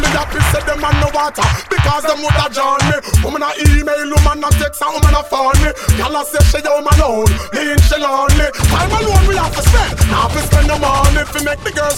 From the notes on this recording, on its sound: Live From Likkle Shop - Brooklyn, NY. Live DJ set from Likkle Jamaican Dumpling House in Brooklyn!